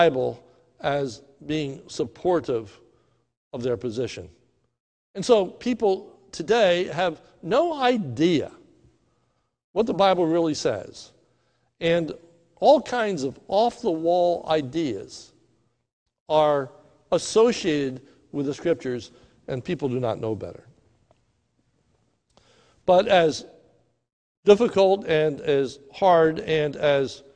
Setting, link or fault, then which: setting, large echoing room